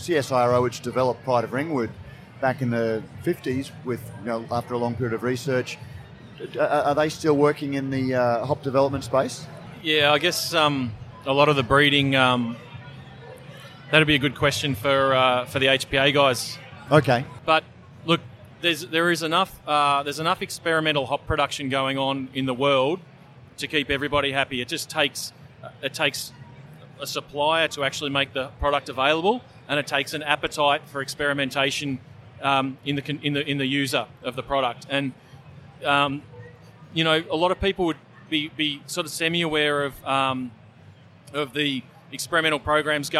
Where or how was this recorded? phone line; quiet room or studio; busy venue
busy venue